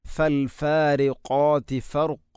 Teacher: ഖാഫ് ഉച്ചരിക്കുമ്പോൾ തൊണ്ടയുടെ ഏറ്റവും മുകൾ ഭാഗം കഴിഞ്ഞ് ചെറുനാക്കിൻ്റെ അടുത്താണ് അതിൻ്റെ മഖ്റജ്. ഫൽ ഫാരി ഖാതി ഫർഖ എന്ന് തന്നെ പറയുക.